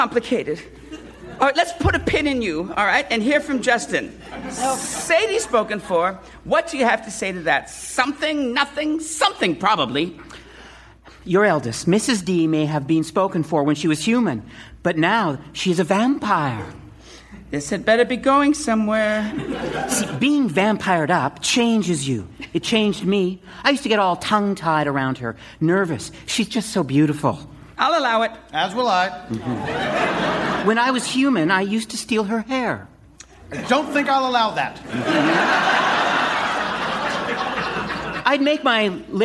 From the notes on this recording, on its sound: Recorded Live 8/6/2011 at Largo, Los Angeles.